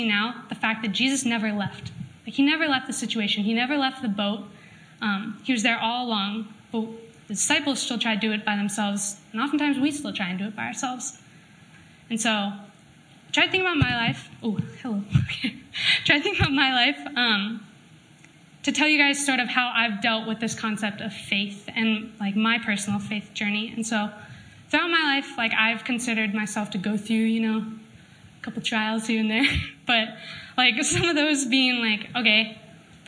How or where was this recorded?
live audience